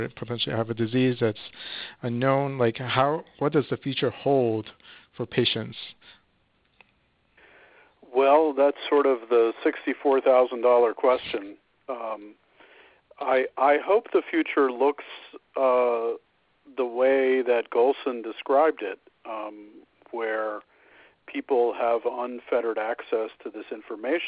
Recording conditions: phone line